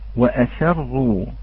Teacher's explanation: لو لم نأتي بالسين الواضحة سوف تتحول الكلمة إلى ماذا؟ إلى نعم وأصروا